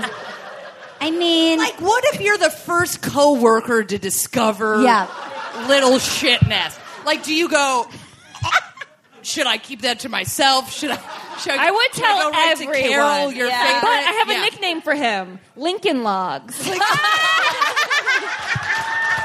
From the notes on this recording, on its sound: live from Austin at the Moontower Comedy festival!